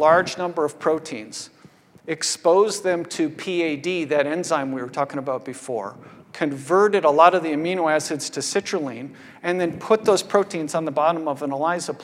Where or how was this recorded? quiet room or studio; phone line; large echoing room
large echoing room